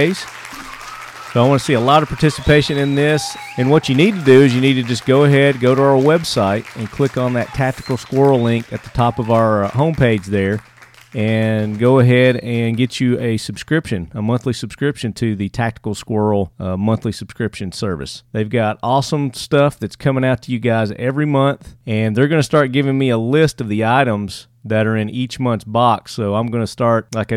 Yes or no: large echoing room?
no